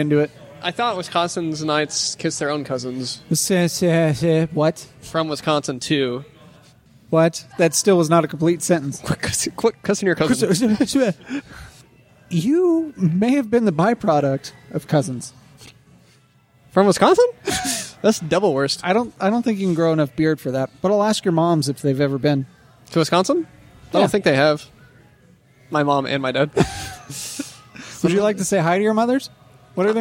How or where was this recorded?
busy venue